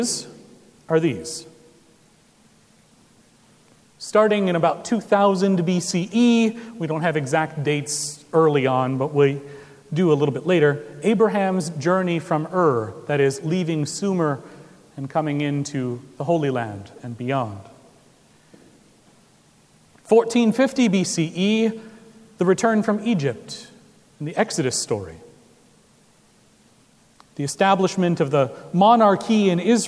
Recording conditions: large echoing room